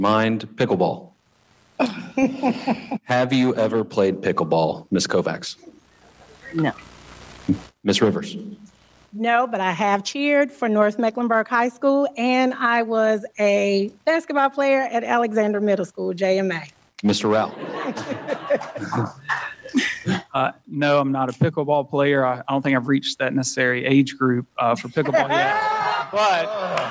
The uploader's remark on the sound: Town of Huntersville Mayoral and Commissioner Forum, LIVE from Downtown Huntersville